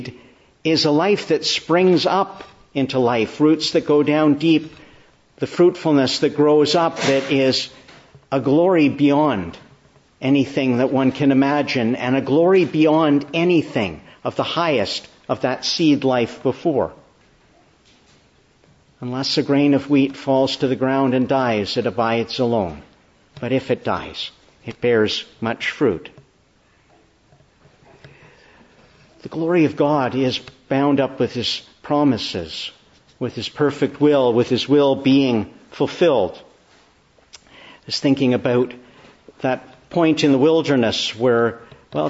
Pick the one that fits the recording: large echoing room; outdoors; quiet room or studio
large echoing room